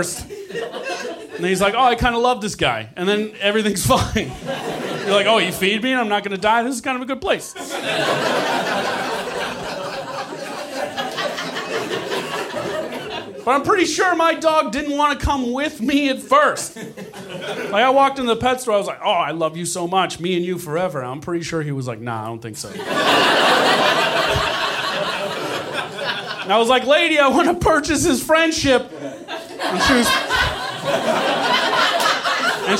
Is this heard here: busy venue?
yes